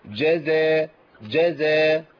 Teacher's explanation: الجيم من وسط اللسان وازاي من طرف اللسان مع أصول الثنايا السفلى. فالمشكلة أنا محتاج إن أنا أغير هيئة لسان.